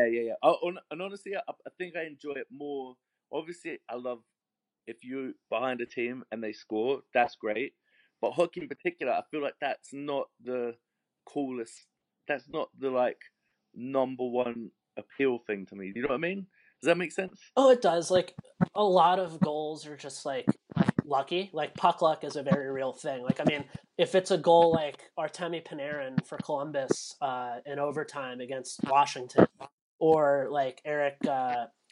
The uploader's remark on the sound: came on in a technical difficulty fueled interview